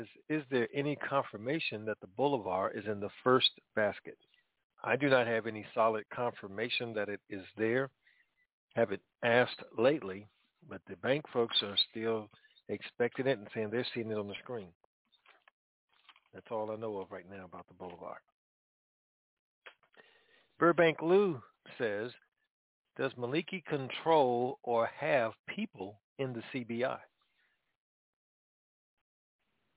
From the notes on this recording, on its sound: TNTSuperfantastic Conference Call.